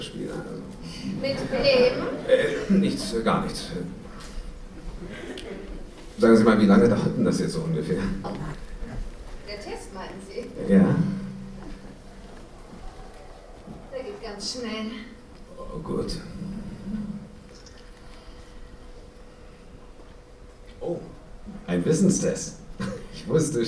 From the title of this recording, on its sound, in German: Live-Hörspiel bei der Hörspiel-Arena 2012 in Köln